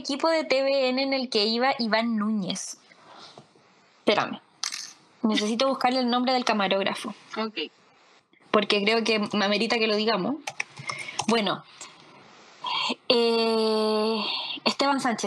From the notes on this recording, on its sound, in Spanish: Tengan paciencia con el audio porque nos jugó mala pasada